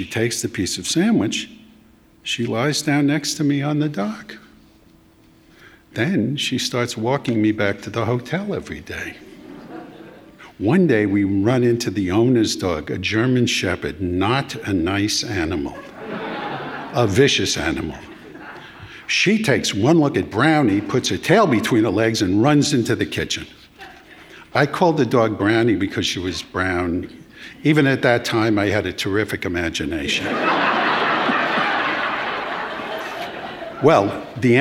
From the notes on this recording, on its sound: a live Selected Shorts event